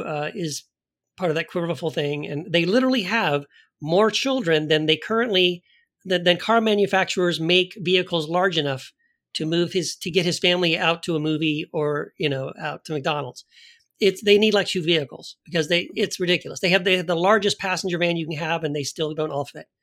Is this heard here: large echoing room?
no